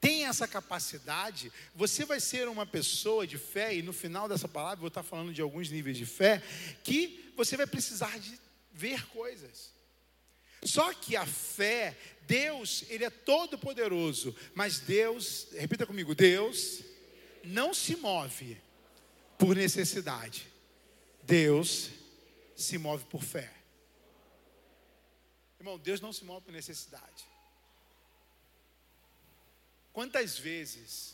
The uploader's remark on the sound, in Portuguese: CULTO DE DOMINGO